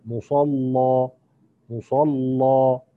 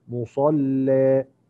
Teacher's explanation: الوجه الأول هو تغليظ، اللام هو المقدم أداء، يبقى وعليه فتح ذات الياء